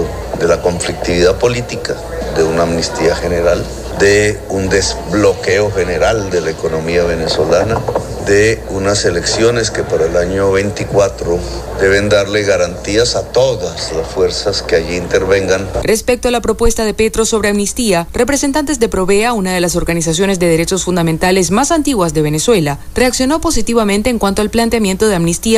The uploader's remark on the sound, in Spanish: Continuamos nuestra transmisión en vivo y directo desde la ExpoZulia en el hotel Tibisay del Lago en el marco de la feria de Chinita en Maracaibo.